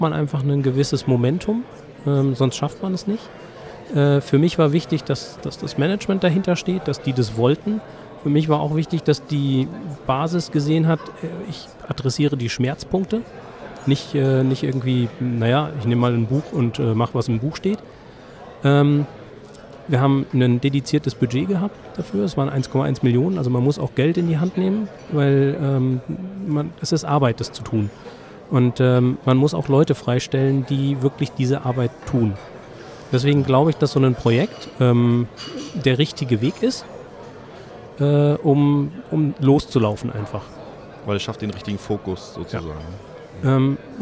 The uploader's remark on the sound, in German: Die auf der DevOpsCon in München im Dezember 2019 aufgezeichnet wurde.